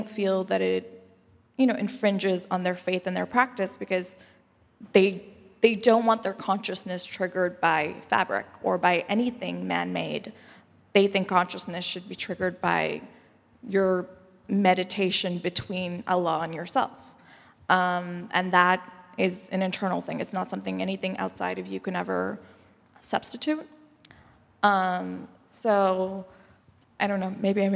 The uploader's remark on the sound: Q&A Discussion Circle w/the Imam. Takes questions from the congregation. Congregants have an engaging conversation.